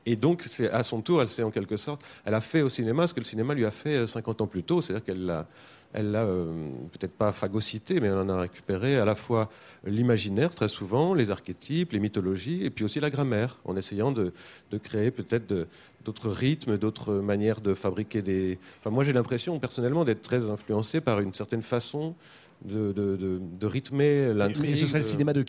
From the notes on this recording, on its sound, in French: La Grande Librairie est en direct du Festival de Cannes.